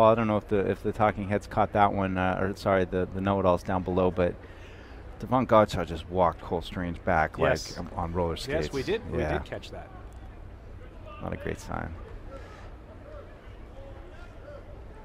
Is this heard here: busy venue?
yes